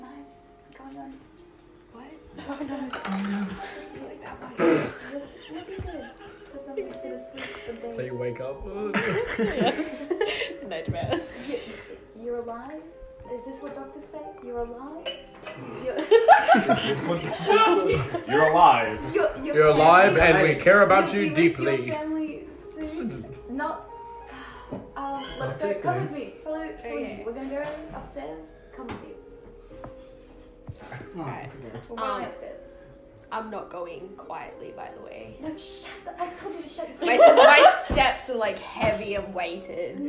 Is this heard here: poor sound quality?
yes